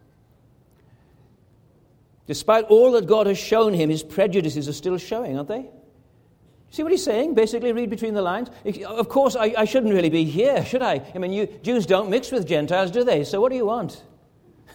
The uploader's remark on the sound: This is a recording which was preached at Anne Street Presbyterian Church in June 2018.